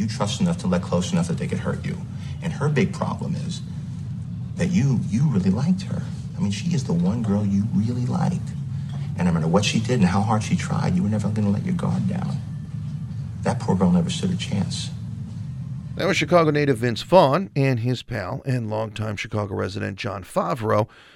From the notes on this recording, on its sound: Curious City Live from Goose Island Barrelhouse.